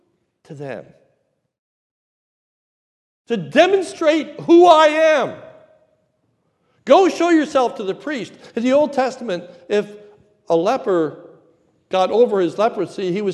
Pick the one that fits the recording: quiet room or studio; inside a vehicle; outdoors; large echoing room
large echoing room